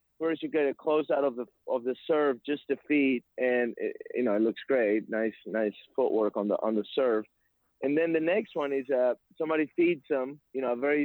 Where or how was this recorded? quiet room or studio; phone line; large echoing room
phone line